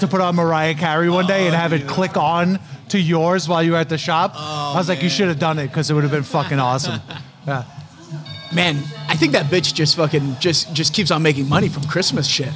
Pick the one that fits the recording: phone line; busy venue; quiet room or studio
busy venue